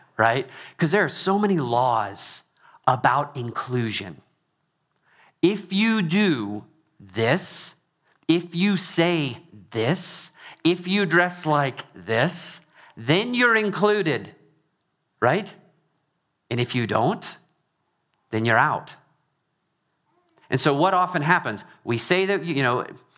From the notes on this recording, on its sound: Trinity Anglican Church • Littleton, Colorado